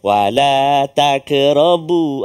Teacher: Qalqalah sughra. Jadi jangan kita tertukar huruf qaf itu dengan kaf.